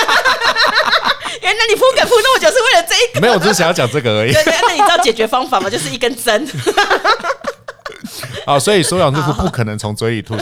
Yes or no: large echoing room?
no